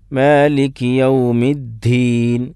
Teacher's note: അതിന് പകരം മാലിക്കി യൗമിദ്ദീൻ, ദാലിന് ഒരു ഹാഇൻ്റെ ശബ്ദം കൂടി കൂട്ടി ഒരു കാറ്റ് വരുന്ന രൂപത്തിലുള്ള ഉച്ചാരണം എന്താണ്, അത് ശരിയല്ല